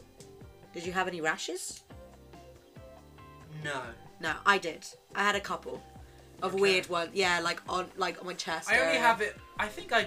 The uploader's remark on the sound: Sorry about the bad Audio quality, or uneven-ness of our voices! We're looking into getting another mic, but for the time being this si our setup haha.